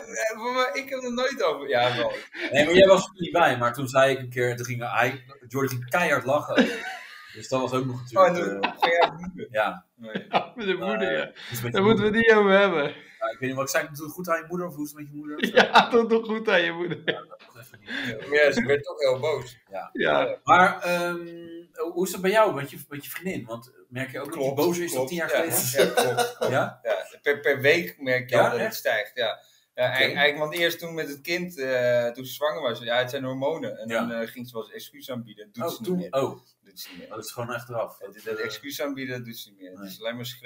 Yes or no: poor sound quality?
yes